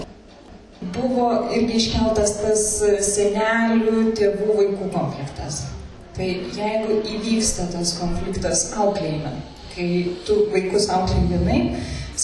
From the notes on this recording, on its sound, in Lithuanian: Įrašas iš šeimų festivalio.